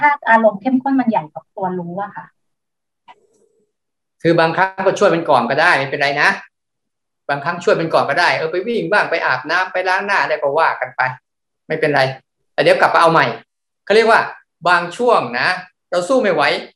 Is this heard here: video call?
yes